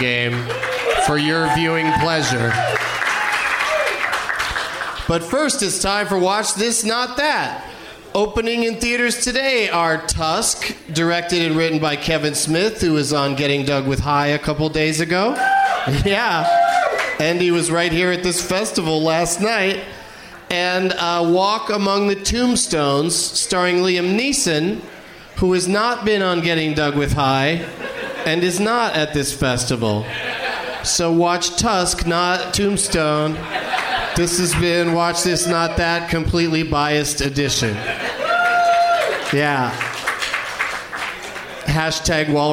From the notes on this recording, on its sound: Live from the Highball during Fantastic Fest in Austin, TX